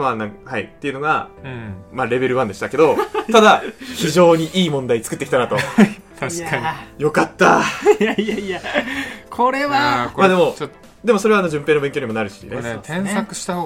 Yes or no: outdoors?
no